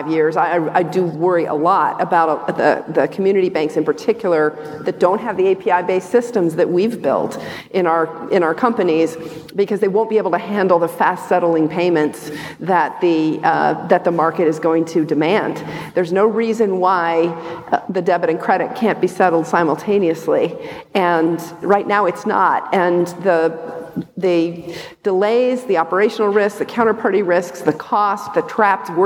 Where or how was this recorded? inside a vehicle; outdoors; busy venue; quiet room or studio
busy venue